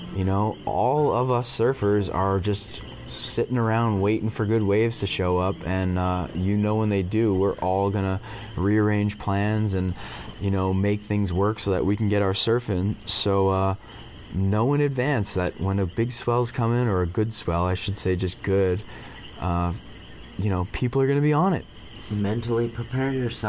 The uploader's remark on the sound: This episode was a pleasure to record because it was accomplished while sitting outside on a beautiful Puerto Rican evening accompanied by the native nocturnal creatures. You don't have to listen closely to hear the symphony of crickets & coquis that surround them.